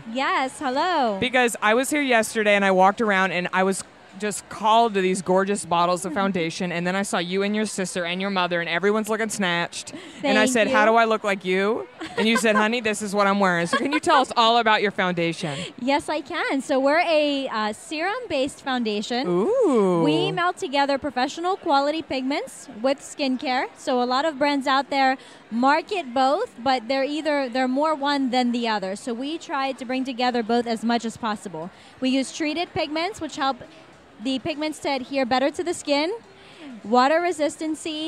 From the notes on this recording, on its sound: I recorded this episode while at Indie Beauty Expo Dallas 2018. I interviewed some of the brand owners with products I love.